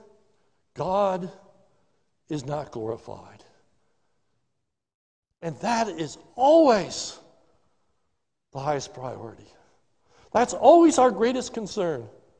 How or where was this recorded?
large echoing room